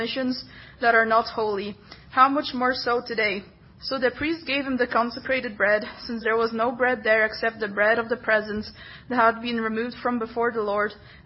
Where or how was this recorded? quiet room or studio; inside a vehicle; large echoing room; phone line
large echoing room